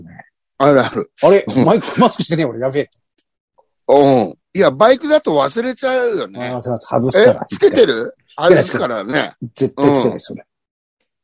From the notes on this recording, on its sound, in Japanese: ZOOMで収録〜。